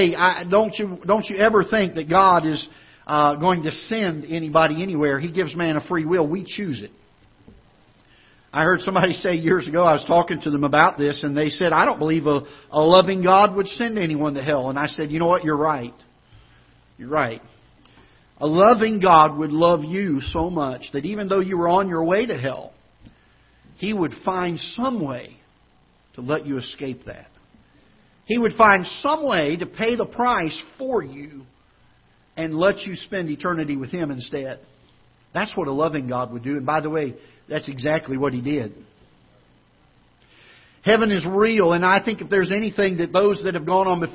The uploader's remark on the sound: Ketha Heights Baptist Church ~ Live Broadcast